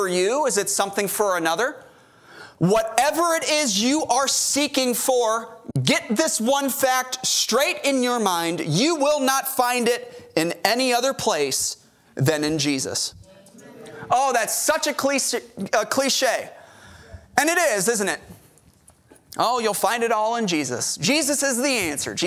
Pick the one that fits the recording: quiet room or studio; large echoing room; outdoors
large echoing room